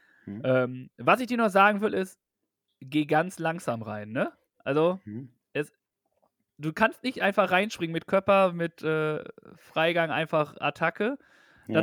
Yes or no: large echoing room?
no